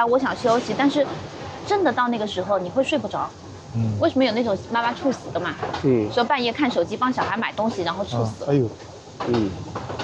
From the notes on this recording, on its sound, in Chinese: 因为孩子的哭闹，录制环境受限，这期节目放在了户外录制，有相当多的环境音。